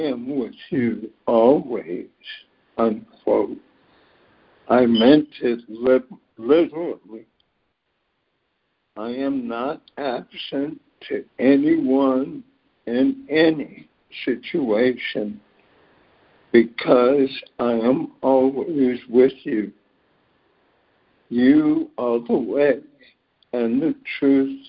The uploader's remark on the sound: ACIM Daily Conference Call.